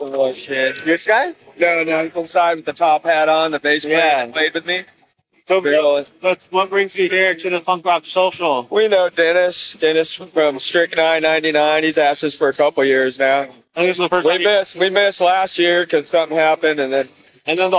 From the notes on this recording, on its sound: live streaming at the Tower Bar for the Chili Dog Social